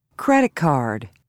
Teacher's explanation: Notice how the final sounds t, d, p, b, k, and g are not fully pronounced before other consonant sounds.